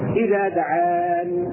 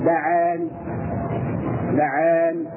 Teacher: صوت الكسرة خفيف جدا يعني نأكل جزء من الكسرة ونبقي على الجزء الآخر بشكل خفيف جدا · Shown in: second take · Term: الروم